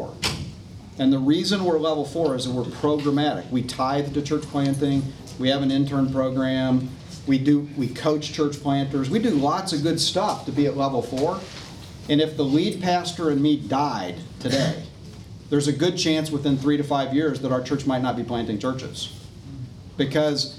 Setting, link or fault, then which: setting, busy venue